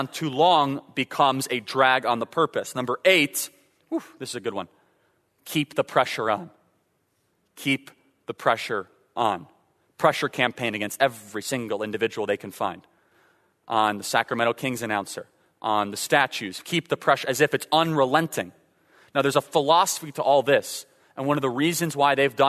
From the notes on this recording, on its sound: In a live speech from Godspeak Calvary Chapel in Newbury Park, Calif.